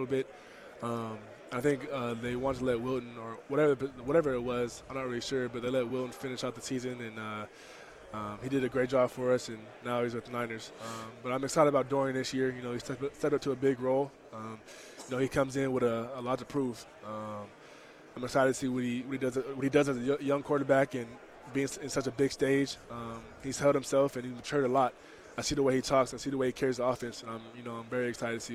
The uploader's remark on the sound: live from Pac-12 Media Day